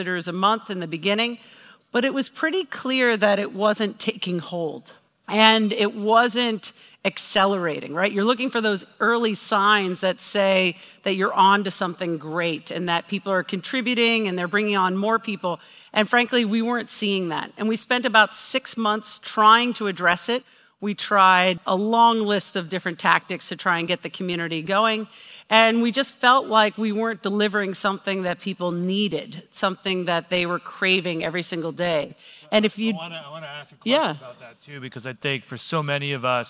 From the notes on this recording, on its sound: This recording is from her talk. At CMX Summit.